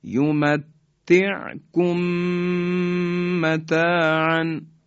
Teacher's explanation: این دوتا میم در هم ادغام میشن: یمتعکم متاعن، همراه با غنه. این شد حکم ادغام.